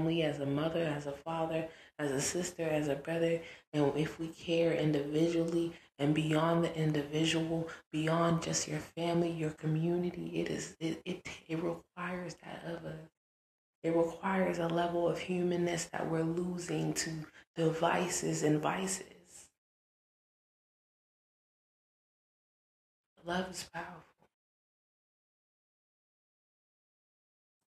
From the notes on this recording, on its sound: Audio is choppy (my apologies).